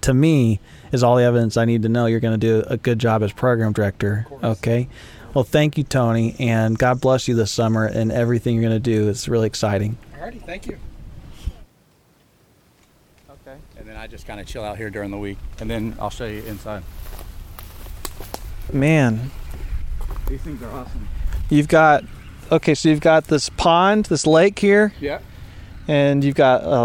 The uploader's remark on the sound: On this episode, come along for an epic journey to four Salvation Army camps as they gear up for the summer! Featuring interviews with staff and audio from camp in action.